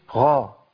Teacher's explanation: انا كاني بقول بين حرف بين الخاء والغين، حرف بين الاثنين، لا هو خاء صافيه ولا هو غين صافيه